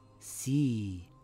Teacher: The ya stretches the kasra, and it becomes si. You pronounce the e sound for two counts. · Term: long vowel